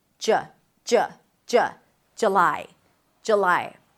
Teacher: J, J, and then lie, an L sound, and then the I as in my, J, lie. But a lot of people drop the first vowel to a schwa